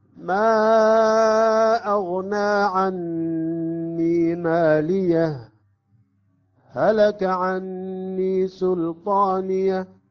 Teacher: ماليه هلك عني بدون تنفس، هذا وجه الإظهار، ويعني نسكت على الهاء · Term: السكت